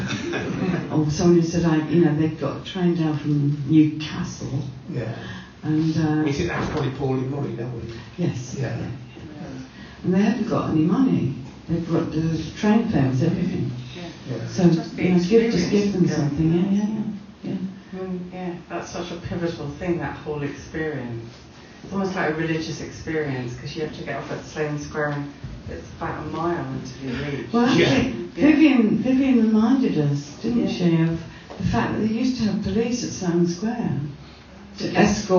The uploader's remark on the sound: Recorded in front of a live audience at Rough Trade, Nottingham.